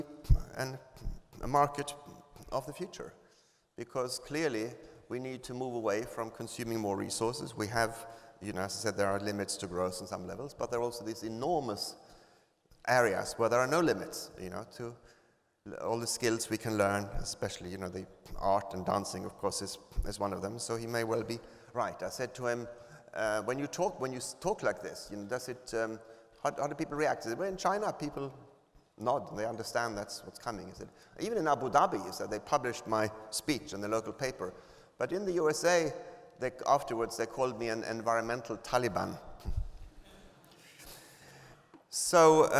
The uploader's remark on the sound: Entrepreneurship Summit 2016 – Keynote. Beim Entrepreneurship Summit 2016 in Berlin.